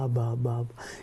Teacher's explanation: La A como la primera vocal y la B, esa bilabial, que es apenas un balbuceo